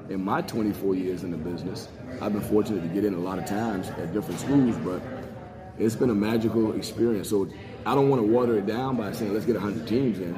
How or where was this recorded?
busy venue